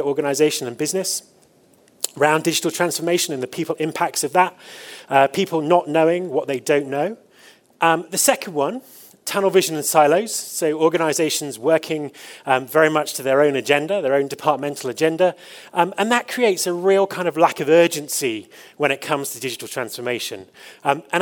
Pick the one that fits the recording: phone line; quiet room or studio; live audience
live audience